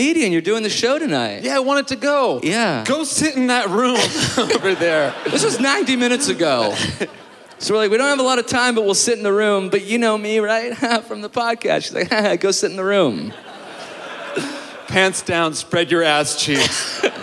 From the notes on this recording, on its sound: joins us live in Winnipeg!